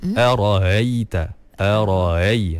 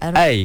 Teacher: Dia dia bukan ha, tapi dia macam hamzah yang dah dilemahkan. · Shown in: first take · Ara'ai. Nah, dia jangan ai. · Term: tashil